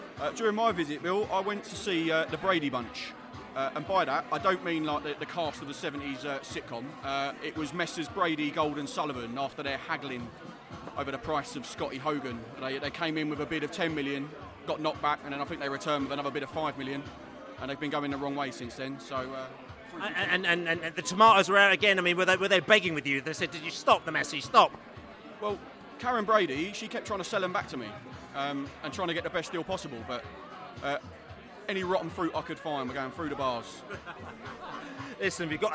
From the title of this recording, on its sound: Newcastle Pre-Match Podcast from the pub